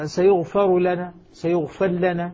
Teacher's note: أدغمنا الراء في اللام